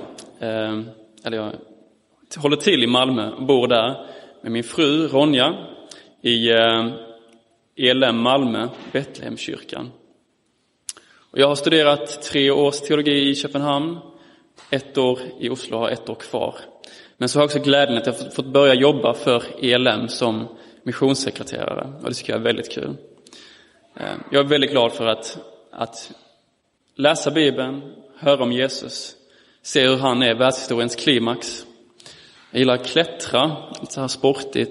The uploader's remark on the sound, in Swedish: Inspelad i Roseniuskyrkan den 18 september 2022.